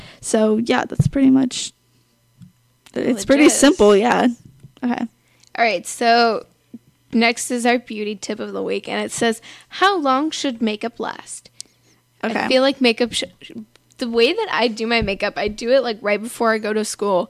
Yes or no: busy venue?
no